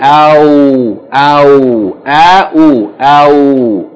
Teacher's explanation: the waw with sukoon, if it's preceded by fatha, that's two different vowel sounds, that's a diphthong